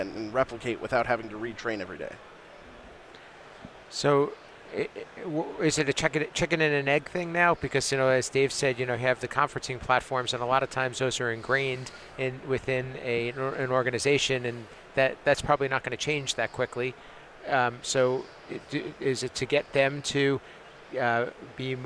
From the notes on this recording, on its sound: On the show floor of InfoComm 2022 to talk in person about the control programming side of the AV industry.